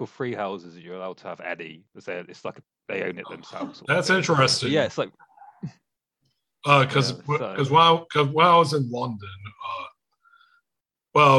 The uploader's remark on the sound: Recorded via Zoom. In Kalamazoo, Michigan and Saltash, Cornwall.